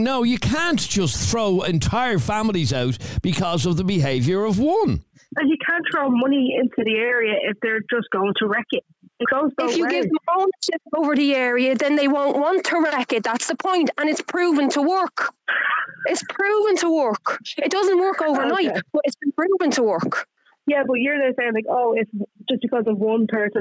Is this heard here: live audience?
no